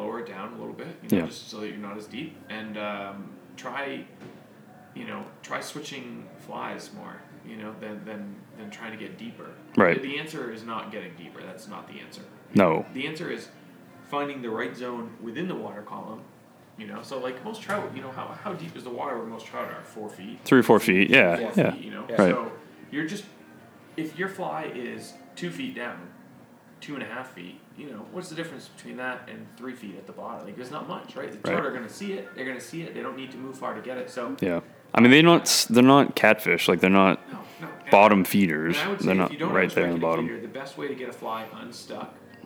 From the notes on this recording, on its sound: Live from the Sebago Trout Unlimited's Castaway for Conservation Event